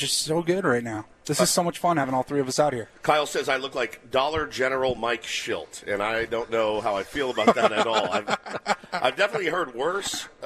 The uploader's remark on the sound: Live From Fantasy Camp!